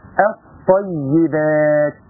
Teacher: اللام ادغمت في الطاء، اللسان بدل ما يروح هنا ويرجع تاني يجي هنا قال لا لا لا انا خلاص في هنا لام شمسيه، طيب انا هضغط هنا واحقق مخرج الطاء وتسدد ونخلي اللام دي ادغمت في دي. · Term: الادغام